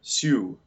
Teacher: It has an extra phoneme at the end of the next line between the S, the S, and the U, where the J glide is introduced, but only a little bit.